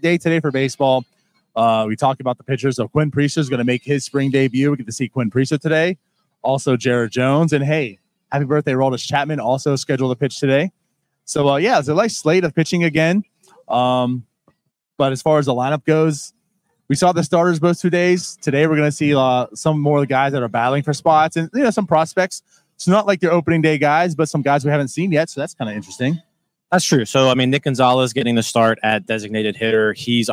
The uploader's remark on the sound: We are live inside LECOM Park for today’s Spring Training game